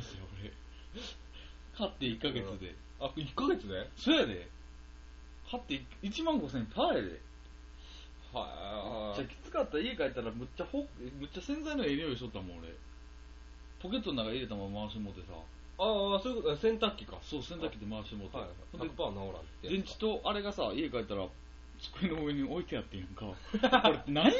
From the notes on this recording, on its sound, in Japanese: 雑音が少しうるさいですが、すみません。。。もうマイク替えますんで。。。